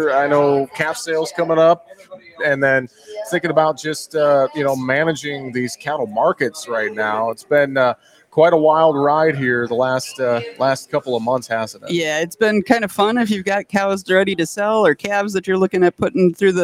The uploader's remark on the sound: we broadcast live from Day 1 of Dakotafest in Mitchell, SD